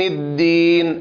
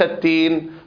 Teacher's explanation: الصفات الذاتية بين الدال والتاء مشتركة إلا صفة واحدة، ألا وهي الجهر بالنسبة للدال والهمس بالنسبة للتاء